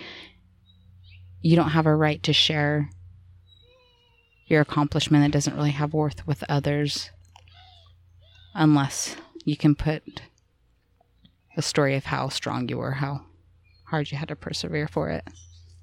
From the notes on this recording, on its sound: Recorded live under our favorite Willow tree.